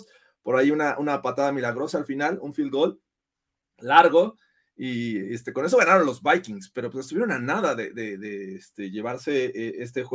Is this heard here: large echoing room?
no